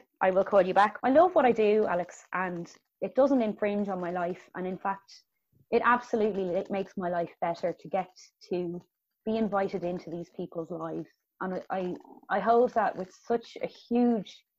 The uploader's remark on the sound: Recorded remotely 2020.